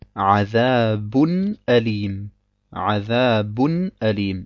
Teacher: Und wenn wir weiterlesen, sagen wir Azabun Alim und sprechen das Nun deutlich aus, ohne es allerdings in die Länge zu ziehen · Term: Izhar